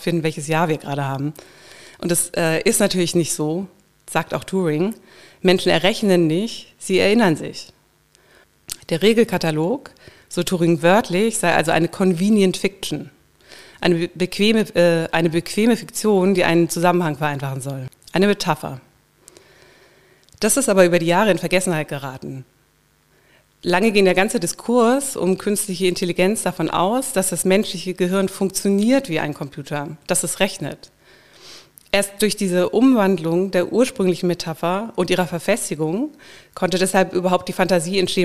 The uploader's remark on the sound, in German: Mein Vortrag bei der Jahrestagung der Deutschen Gesellschaft für Ästhetitk 2021, als Teil des Panels 'Jenseitsverlust und Ichgewinnung'.